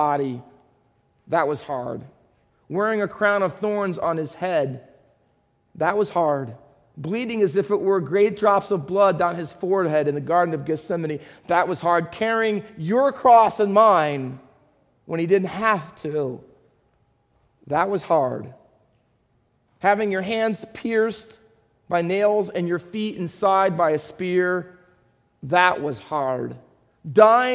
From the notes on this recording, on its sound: Faith Baptist Church in Hamilton, NJ.